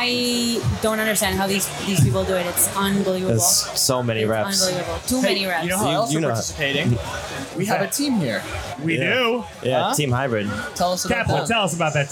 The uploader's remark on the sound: we recorded this one live at wodapalooza with the whole team